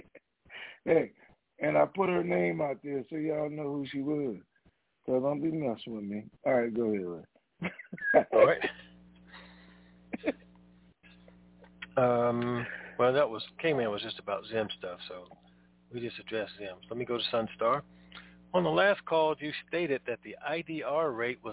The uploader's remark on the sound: TNTSuperfantastic Conference Call - Monday, June 14, 2021